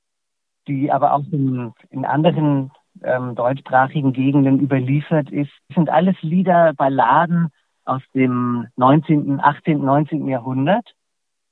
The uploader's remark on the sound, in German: Kultursommer Stift Melk 2022: Matineekonzert. Ausschnitte aus einem Telefoninterview. An dessen Ende es zu einem kleinen Konzert gekommen ist.